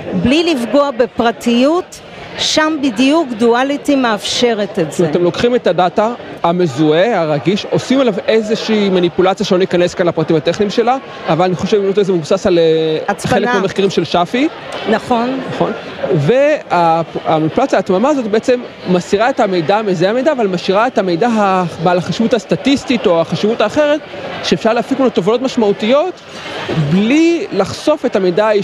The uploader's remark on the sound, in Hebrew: בפרק מיוחד שהוקלט באירוע פורום היוניקורנס של כלכליסט